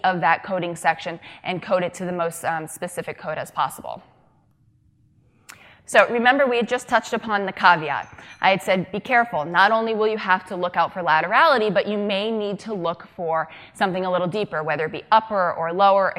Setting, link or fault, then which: setting, live audience